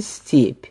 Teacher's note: то есть не полностью мягкий первый согласный «с»